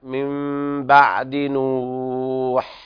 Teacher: بيان البحة في الحاء